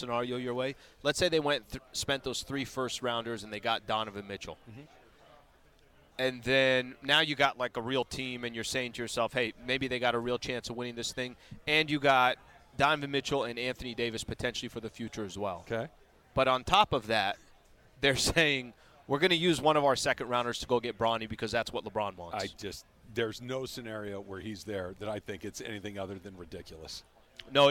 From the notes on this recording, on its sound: LIVE from the Genesis Invitational.